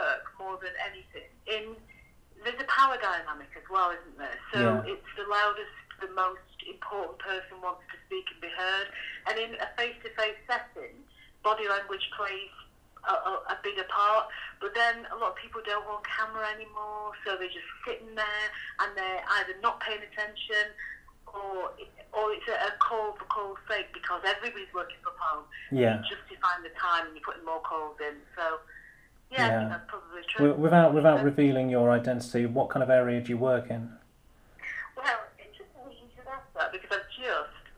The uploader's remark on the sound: Obviously if I was ever to do this again I would get a chair that wasn’t so f*****g squeaky and try and do something about the dog tearing about the house but it is what it is: one microphone, a phone on speakerphone and me pressing pause.